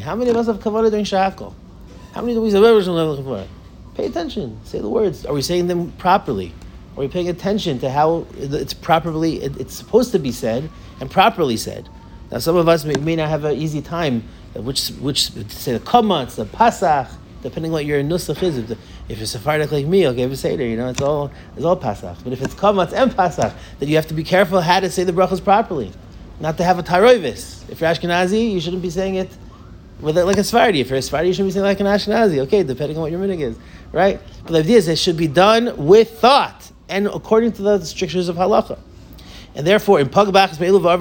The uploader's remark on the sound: Delivered to the Avreichim of Kollel Nefesh HaChaim